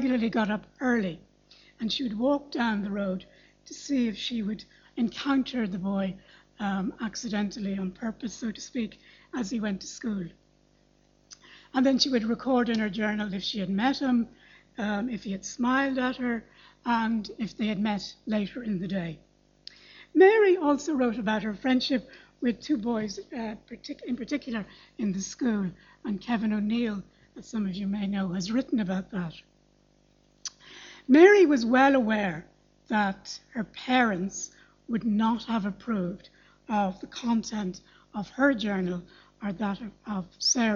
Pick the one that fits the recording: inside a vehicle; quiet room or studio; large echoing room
large echoing room